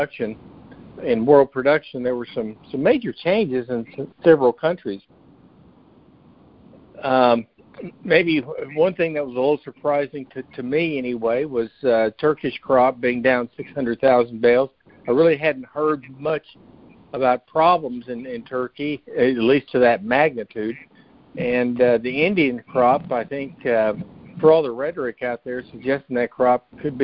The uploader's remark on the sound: Monthly Conference Call